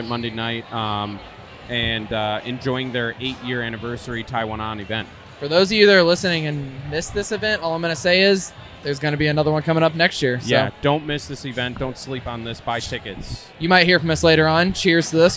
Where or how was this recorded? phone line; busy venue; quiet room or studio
busy venue